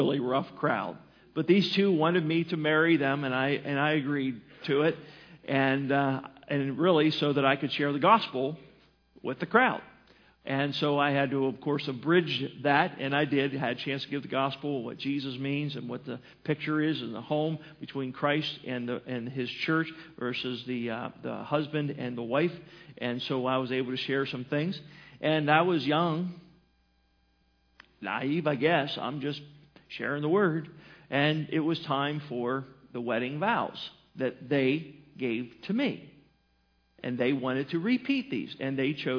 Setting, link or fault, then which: setting, large echoing room